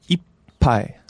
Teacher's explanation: You want to hold right after, you want to hold the いっぱい. There's a bit of a pause in there, right? Yes. Between I and pa.